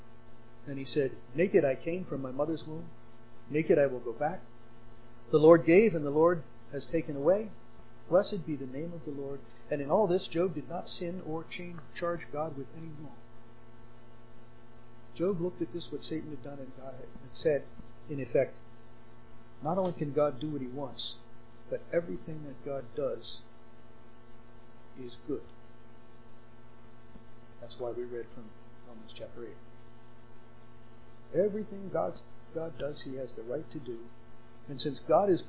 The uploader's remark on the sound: Unfortunately this was the best we could salvage from the quiet audio